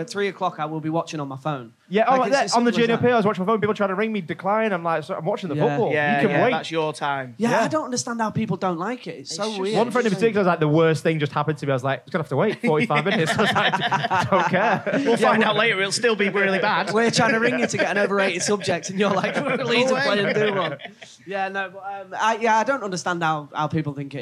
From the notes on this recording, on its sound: The boys took the podcast to the Highest Point Festival, where they sat down with a live crowd